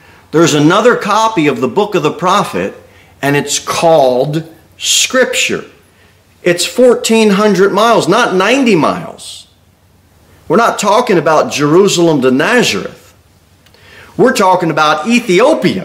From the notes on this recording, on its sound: Sermon delivered at Pilgrim Baptist Church on Sunday, February 11, 2024, at 2-15 pm.